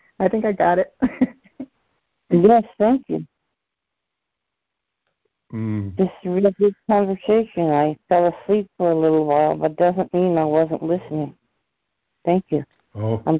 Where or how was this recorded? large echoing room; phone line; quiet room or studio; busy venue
phone line